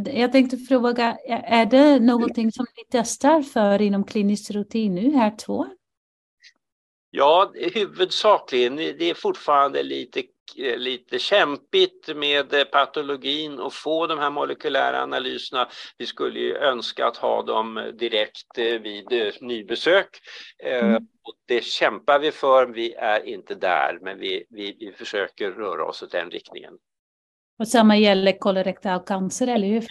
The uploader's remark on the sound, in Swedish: Ljudinspelningen från SOF:s webbinarium